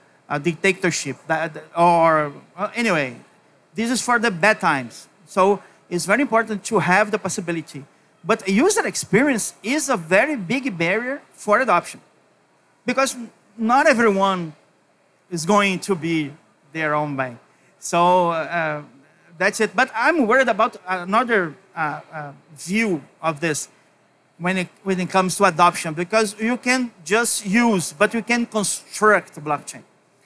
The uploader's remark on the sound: a live onstage panel as part of Blockchain Rio, on our very own Blockchain Insider stage!